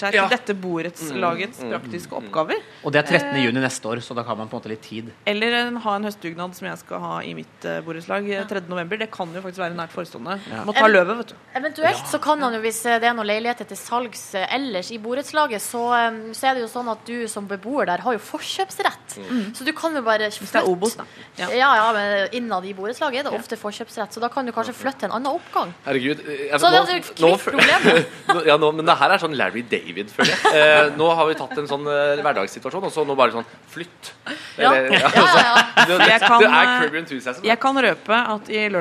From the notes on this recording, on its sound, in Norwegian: Live fra P3-aksjonen. I Spikersuppa i Oslo.